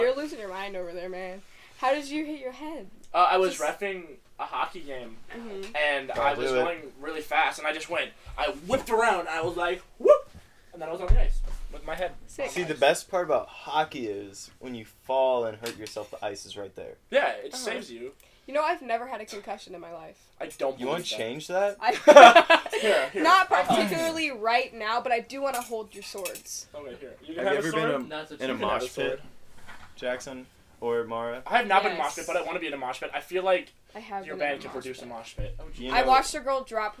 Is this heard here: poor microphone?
yes